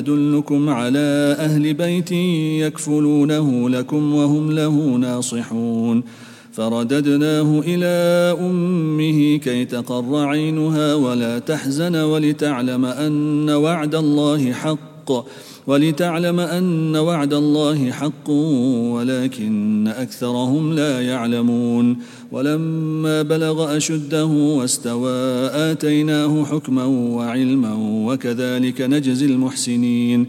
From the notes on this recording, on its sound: at the Houghton Masjid (West Street)